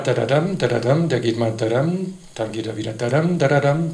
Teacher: der Akzent sitzt nicht vorne, sondern hinten. Sprich, es ist eine völlig andere Struktur, eine andere Melodie, andere Konsonantenfolge.